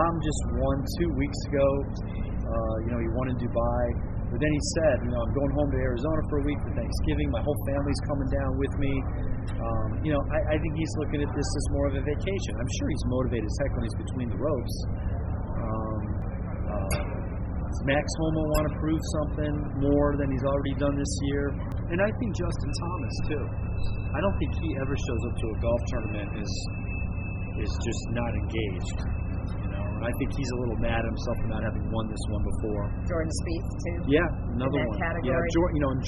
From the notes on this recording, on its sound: Reporting live from the Hero World Challenge at Albany Golf Club in the Bahamas